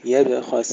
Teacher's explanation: ترقيق الياء والباء ثم تفخيم الخاء ثم ترقيق السين مع سكونها بدون قلقلة